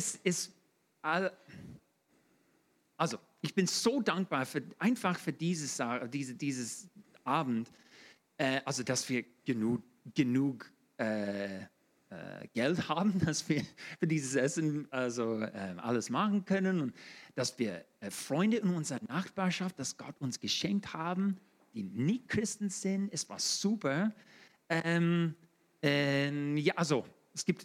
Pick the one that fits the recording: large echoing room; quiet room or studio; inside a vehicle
large echoing room